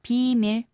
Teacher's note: The key here is to say the first syllable long and keep the second one short and say 비밀.